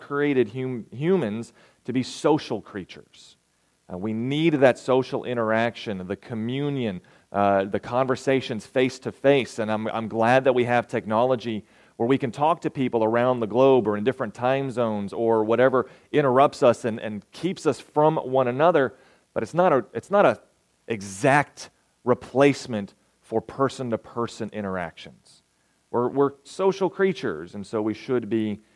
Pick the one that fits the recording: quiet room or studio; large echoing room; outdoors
large echoing room